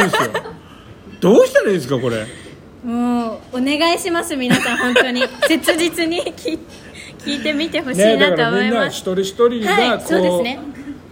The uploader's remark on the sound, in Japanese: はじめての公開生収録